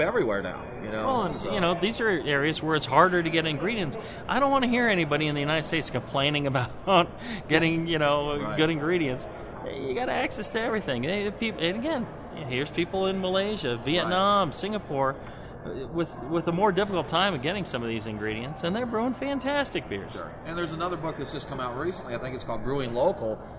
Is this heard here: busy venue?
yes